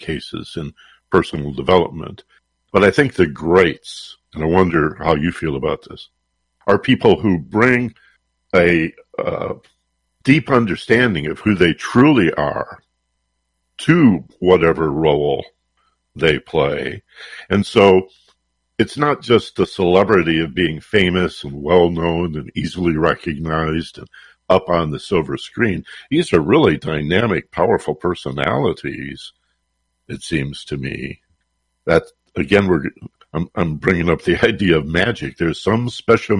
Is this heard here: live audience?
no